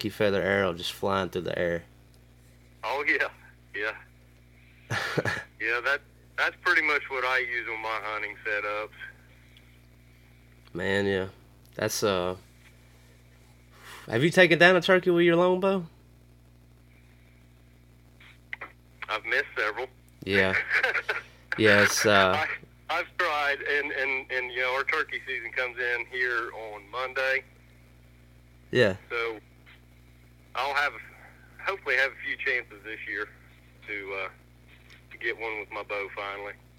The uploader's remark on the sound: burnt the phones lines to Southern Ohio